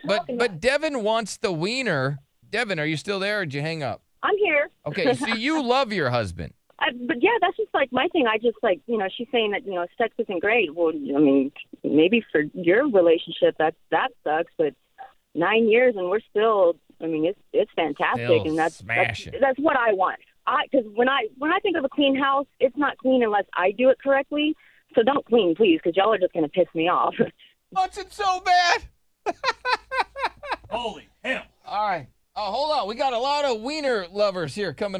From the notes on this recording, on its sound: some moms call